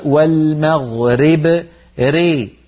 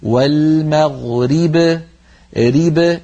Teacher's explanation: من جملة ذلك في الآية الأولى لما قرأنا قبل المشرق والمغرب، هذه لما نقف عليها كثير من إخواننا لما يقفون يقولون والمغرب ري، فبدلا من أن يكسروا الراء كسرا كاملا ينطقونها راء ممالة ري والمغرب، هذا لا يصح، علينا أن نقول والمغرب ريب بكسر الراء كسرا كاملا · Shown in: second take